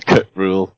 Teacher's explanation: I think that the apostrophe in the name means that it's what's called a glottal stop, which means you sort of stop for no reason and then carry on